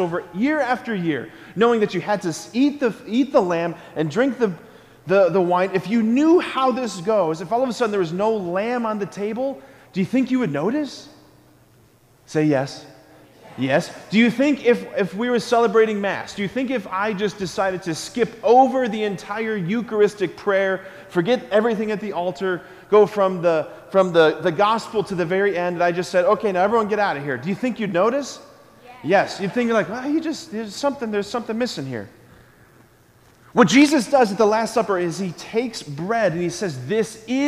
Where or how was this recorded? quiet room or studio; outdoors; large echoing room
large echoing room